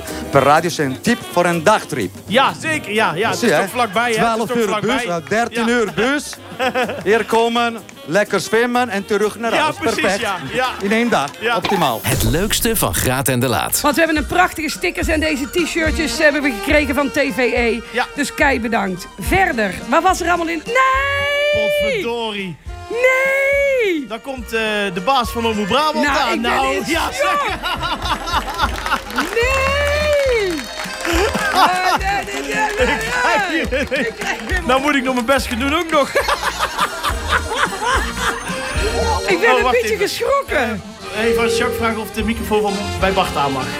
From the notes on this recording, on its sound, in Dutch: Niet vanuit de studio, maar live in Italie aan het meer van Caldonazzo. Ruim 30 luisteraars.